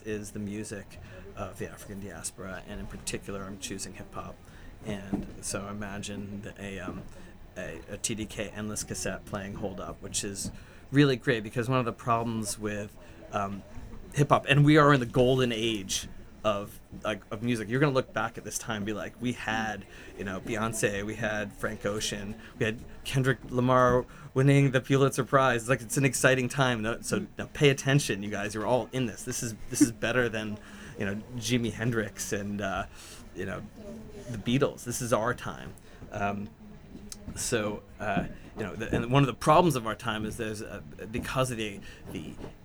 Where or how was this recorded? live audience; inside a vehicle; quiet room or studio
live audience